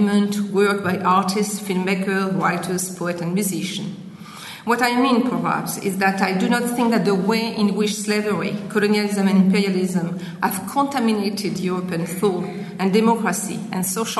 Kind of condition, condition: setting, live audience